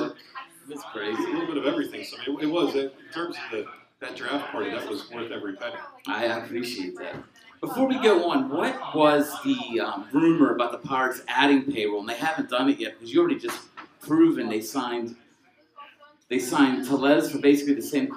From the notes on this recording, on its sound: A special LIVE event at Gorman's Pub in Pittsburgh, PA. Thank you to Gorman's Pub for hosting.